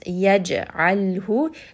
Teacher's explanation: ayn from the middle of the throat, lam has tawassut, so rest on this.